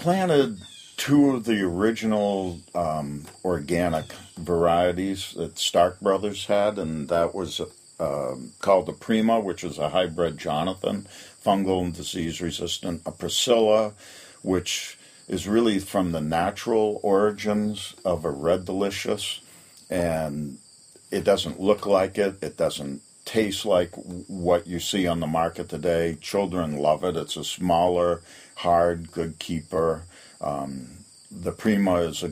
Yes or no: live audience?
no